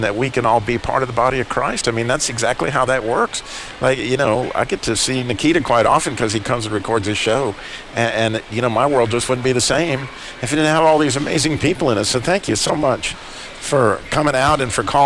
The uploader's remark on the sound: Live Today from The Butcher Block in Downtown Winston Salem. Live Today from The Butcher Block in Downtown Winston Salem.